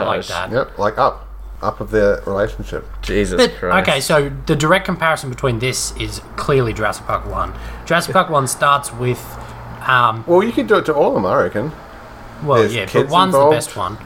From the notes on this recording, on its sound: Listen to the soothing sounds of suburban Brisbane as the the gang record this weeks episode outside!